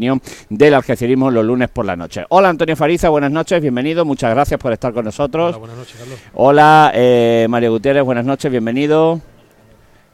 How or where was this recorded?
busy venue